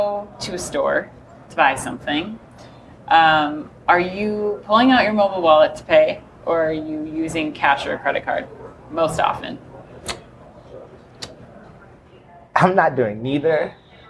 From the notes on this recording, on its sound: Live from Groceryshop